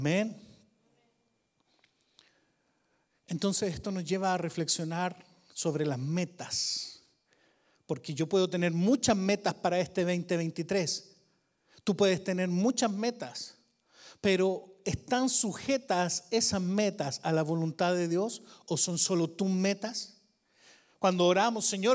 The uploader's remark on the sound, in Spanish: Grabado en VIVO en la iglesia VMF, Arlington, Texas.